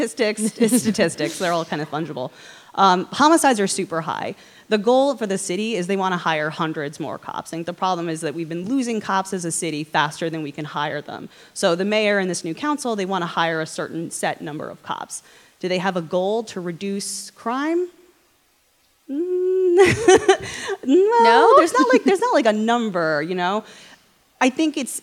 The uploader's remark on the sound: at the Year in Review live